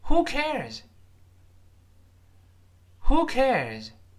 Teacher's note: 都中毒了。Cares 读快了之后，那个“日”声带几乎不震动了，听不清了。我们大声读一遍， Who cares? Who cares?哎，注意最后还是降调